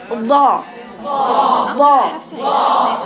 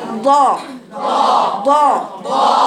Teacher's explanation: حافة لساني أهو بلزقها في الأضراس العليا من الداخل · Term: الضاد